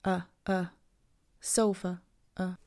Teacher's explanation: So the schwa will always be really fast and low in pitch.